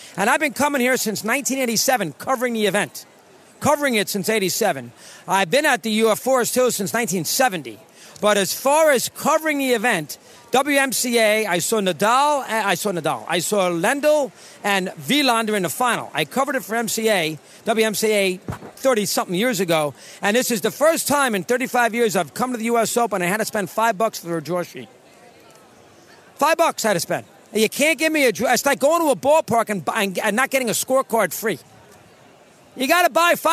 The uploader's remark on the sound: broadcasting LIVE from the opening day of the US Open